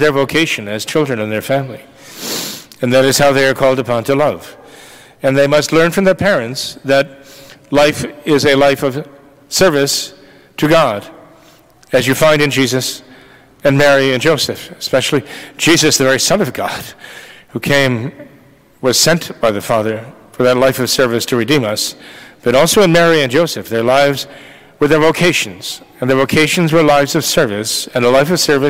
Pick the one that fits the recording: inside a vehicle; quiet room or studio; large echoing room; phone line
large echoing room